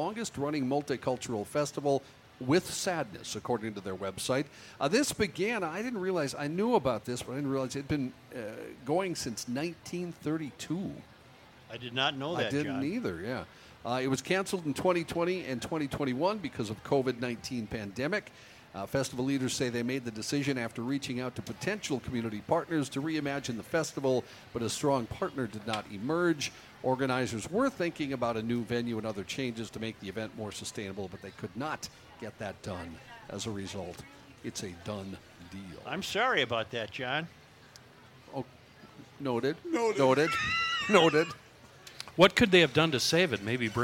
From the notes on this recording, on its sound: Day 2 live at the MN State Fair!